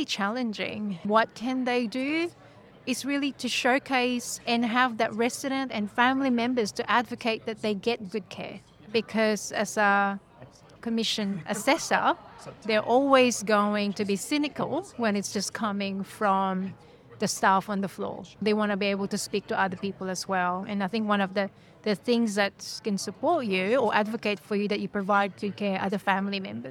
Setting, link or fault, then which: setting, busy venue